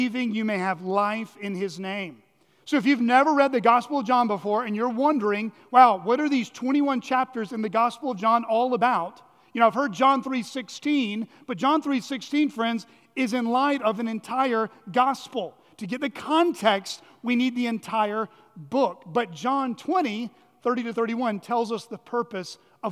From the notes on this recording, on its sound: at Chaffee Crossing Baptist Church in Barling, AR.